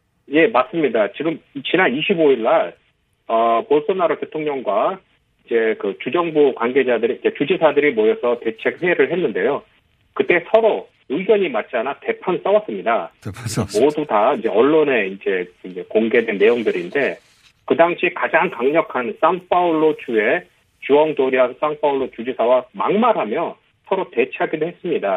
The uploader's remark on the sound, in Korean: 전화연결